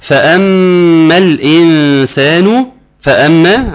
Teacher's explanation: عاوزك تاخد بالك من الميم المشددة وتغني بمقدار حركتين